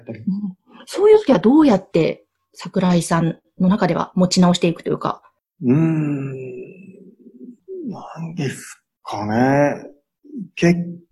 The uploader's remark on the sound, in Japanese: Zoom・オンラインでインタビュー収録をしています